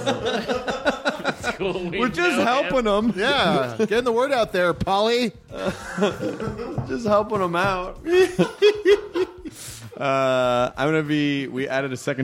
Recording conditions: live audience